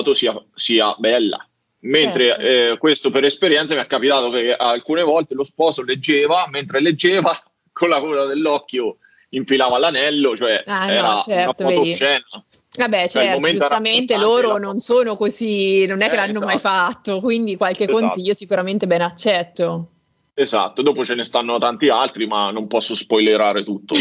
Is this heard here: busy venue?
no